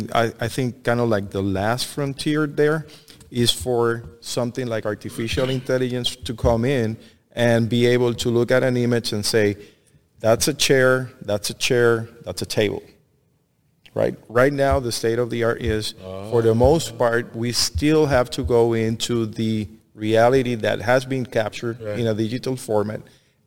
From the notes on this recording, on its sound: Industrial Talk is onsite at Hexagon LIVE. Hexagon live is a big event.